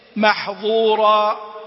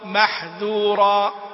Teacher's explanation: الوجوه التي يفارق فيها الظاء الذال يفارقها عند الاستعلاء والإطباق